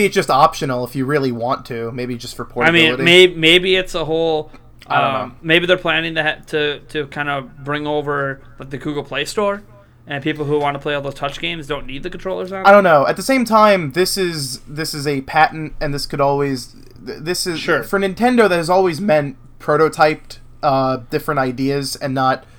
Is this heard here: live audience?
no